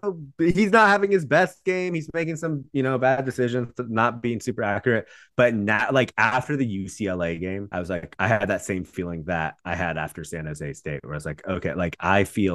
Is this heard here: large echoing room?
no